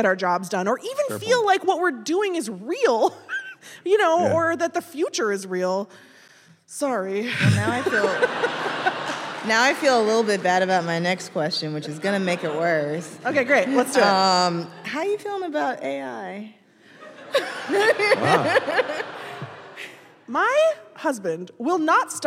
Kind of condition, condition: setting, live audience